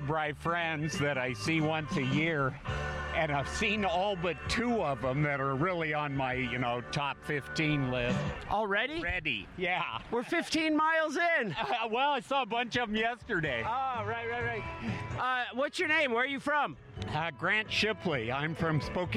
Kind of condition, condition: setting, outdoors